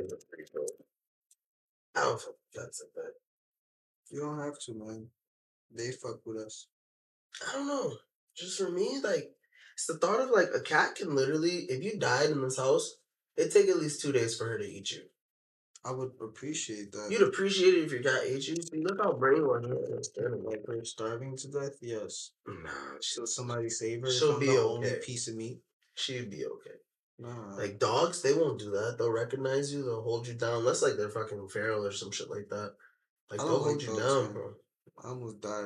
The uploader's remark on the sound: Lastly, we apologize for the technical difficulties from this episode and last episode.